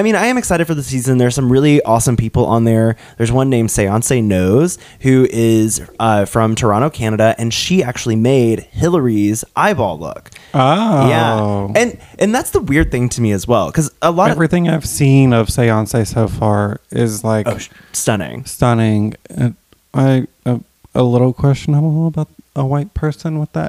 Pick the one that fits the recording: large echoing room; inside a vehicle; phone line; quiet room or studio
quiet room or studio